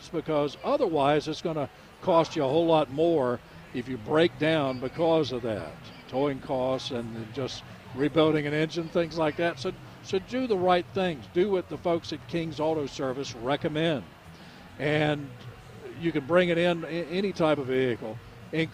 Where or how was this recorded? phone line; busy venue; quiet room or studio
busy venue